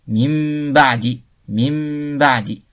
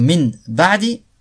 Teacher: Cela consiste donc à substituer une lettre à une autre. La nun sakin et le tanwin devant un ba se transforme en mim dissimulé. · Shown in: first take · Il n'y a ni idhar ni idram, mais il y a une runna de deux haraka. · La nun sakin et le tanwin devant un ba se transforme en mim dissimulé. Il n'y a ni idhar ni idram, mais il y a une runna de deux haraka. Donc min ba'di se prononce mim ba'di, mim ba'di. · Term: iqlab, al-iqlab